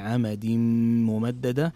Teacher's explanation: عندنا تنوين جاء بعده حرف الميم، وهنا يكون الحكم إدغام بغنة